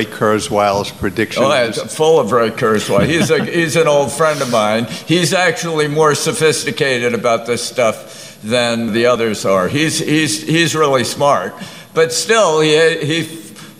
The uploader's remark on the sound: Part two of a panel discussion on “The Danger of Totalitarian Science,” held at the July 2018 FreedomFest in Las Vegas.